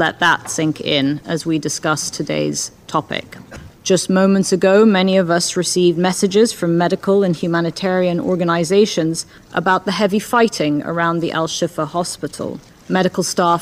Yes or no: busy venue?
yes